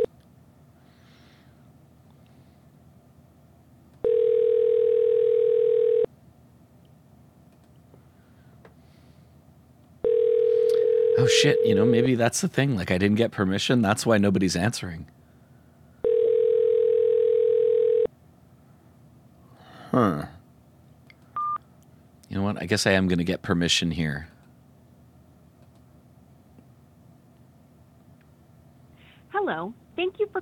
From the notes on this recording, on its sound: Another short live show. Do a few live calls to random people.